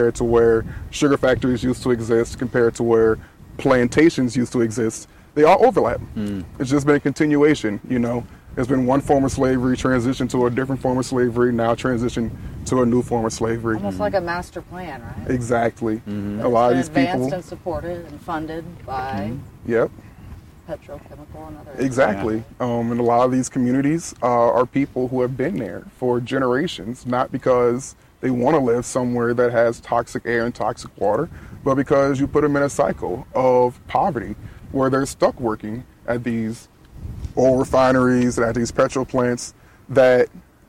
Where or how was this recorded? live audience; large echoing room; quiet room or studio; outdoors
outdoors